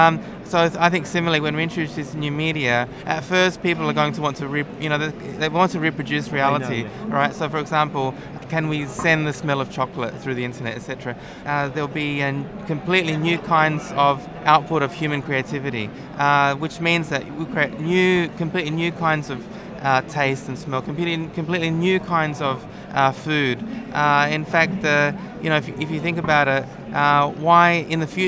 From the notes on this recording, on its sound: Recorded at the Wearable Technology Show 2015.